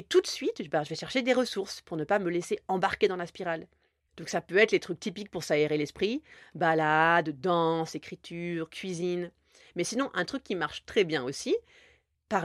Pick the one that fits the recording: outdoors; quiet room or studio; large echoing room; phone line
quiet room or studio